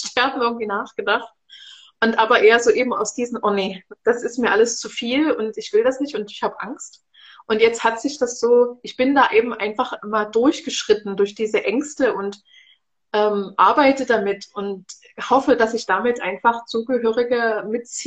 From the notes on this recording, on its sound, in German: Unser Gespräch wurde Ende Januar im Rahmen eines Instagram-Livevideos aufgezeichnet.